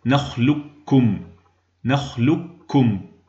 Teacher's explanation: بعد اللام ننتقل إلى كاف مشددة ونضم الشفتين على اللام ثم نعيدهما على الكاف الساكنة ثم نضمهما من جديد على الكاف المتحركة المضمومة · Term: الإدغام الكامل